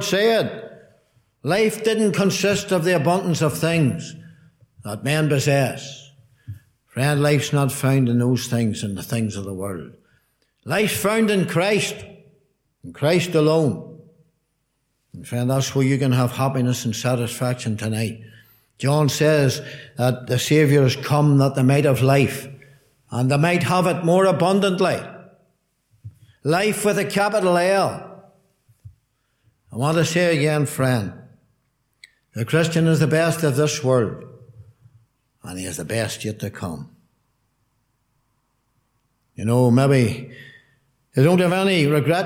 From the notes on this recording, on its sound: Gospel Audio from Ballyclare Gospel Hall